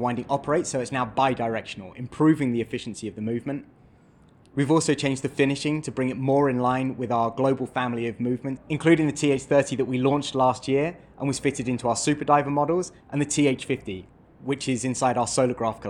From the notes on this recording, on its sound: Live from Watches & Wonders in Geneva